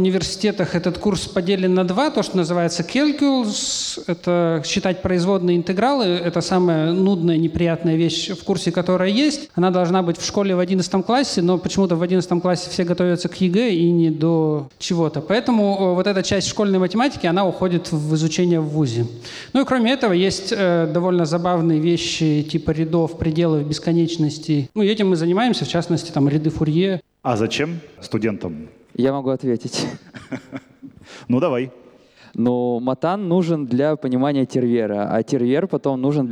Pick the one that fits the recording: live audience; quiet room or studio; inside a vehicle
live audience